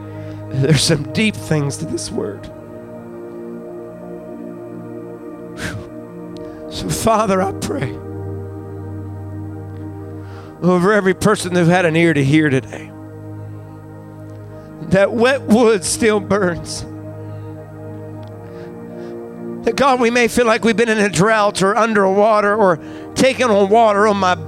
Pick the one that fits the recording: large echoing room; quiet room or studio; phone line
large echoing room